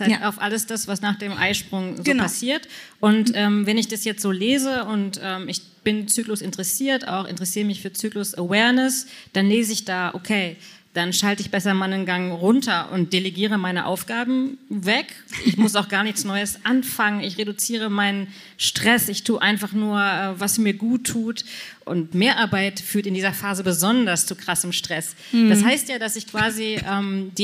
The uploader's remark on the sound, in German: Live auf der Re:publica